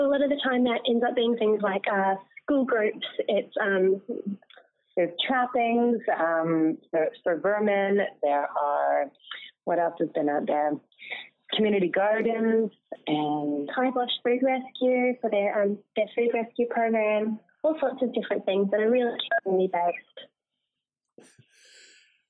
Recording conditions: phone line